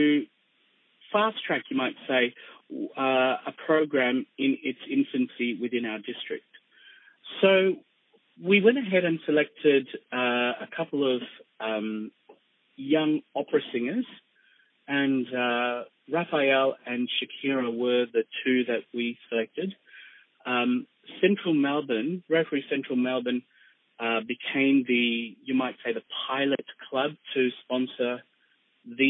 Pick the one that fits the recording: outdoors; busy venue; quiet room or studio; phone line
phone line